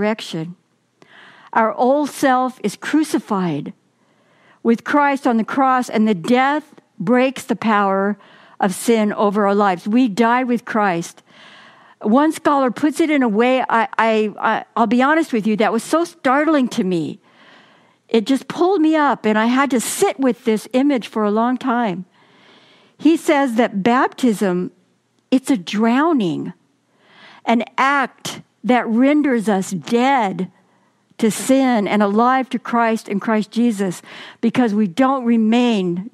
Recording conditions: large echoing room